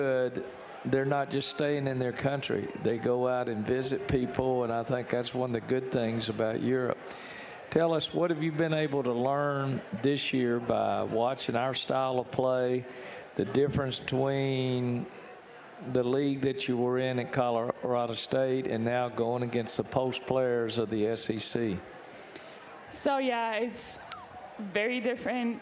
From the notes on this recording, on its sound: live from Rudy's BBQ